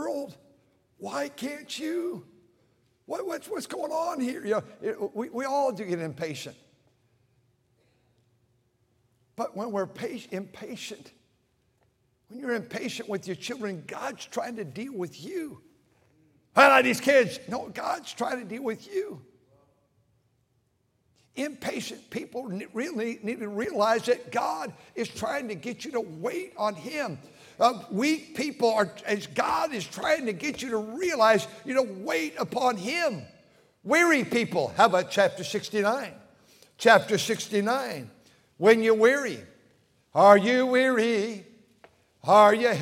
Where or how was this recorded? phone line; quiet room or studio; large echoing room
large echoing room